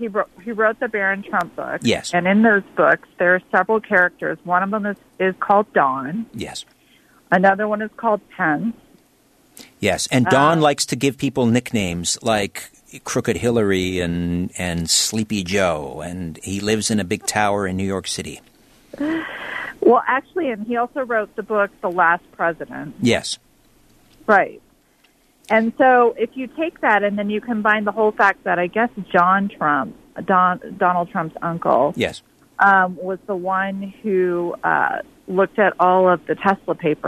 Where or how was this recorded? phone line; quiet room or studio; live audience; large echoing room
phone line